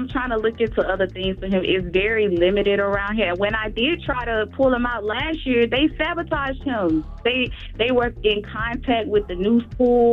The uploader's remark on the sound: Today on the show we opened up the phone lines